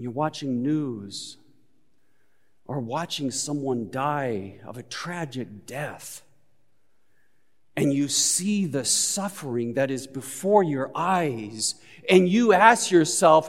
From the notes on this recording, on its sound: Recorded live at Beatitudes Church in Phoenix, AZ